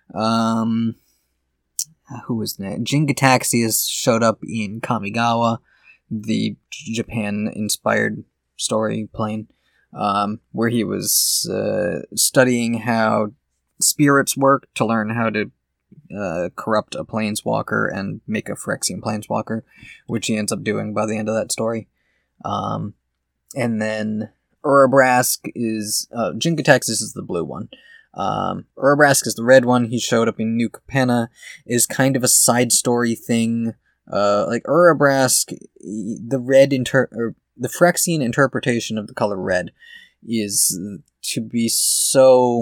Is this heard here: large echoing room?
no